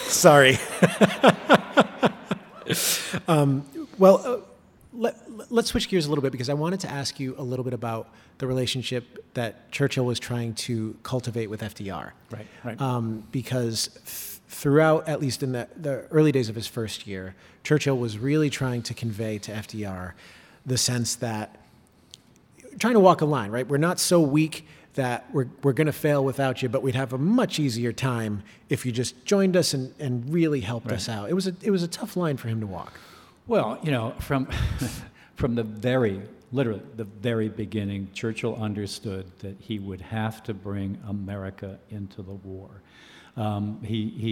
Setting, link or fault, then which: setting, live audience